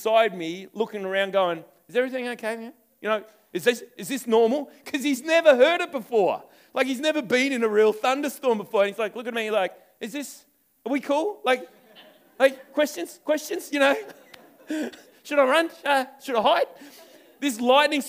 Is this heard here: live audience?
yes